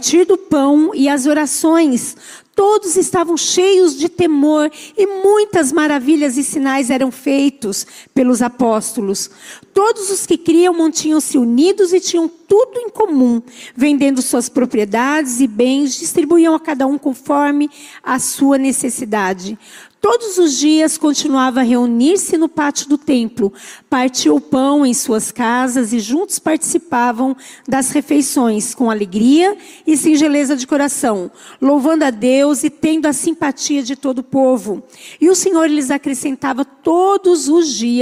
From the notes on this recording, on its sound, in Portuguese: Culto ao vivo